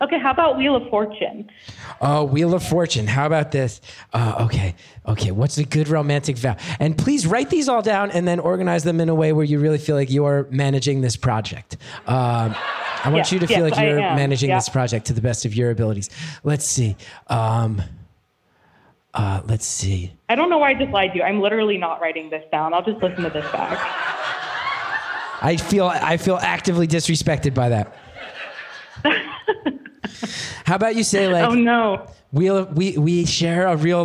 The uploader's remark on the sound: Live from Michigan